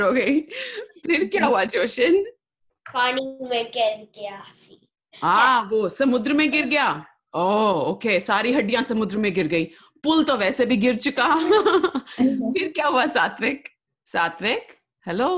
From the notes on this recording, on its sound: Live Zoom Call was super-FUN! Listen the story we created with our friends who joined us on the call.